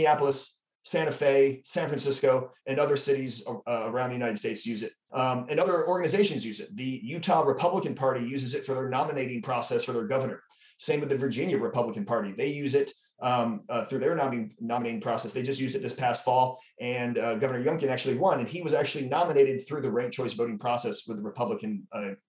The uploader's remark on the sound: RECORDED: Wednesday, April 27, 2022 via Zoom. Addressing Alaskans features local lectures and forums recorded at public events taking place in Southcentral Alaska.